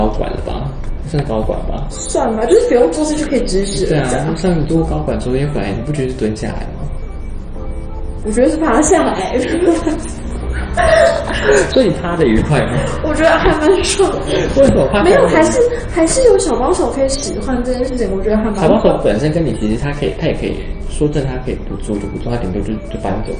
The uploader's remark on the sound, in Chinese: 臨時的錄音所以來不及備上器材